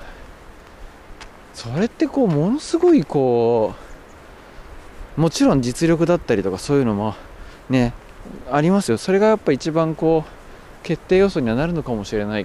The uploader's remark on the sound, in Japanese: 酒匂川散歩をしながら最近の話。終始風がうるさい音声です。